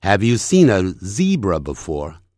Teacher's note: Have you seen a zebra before?念快。Have you seen a zebra before? Seen a.会产生连音 seen a,连音就是变成 seen a